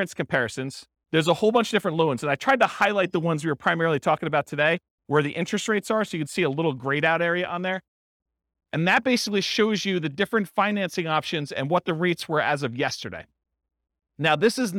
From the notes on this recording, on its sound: This was a live class recorded